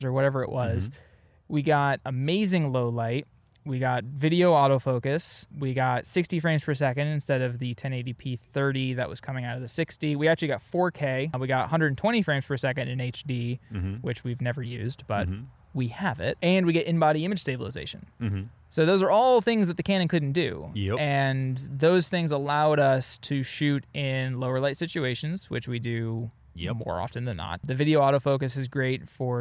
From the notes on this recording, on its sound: This is our first recording outside and we're having a ball.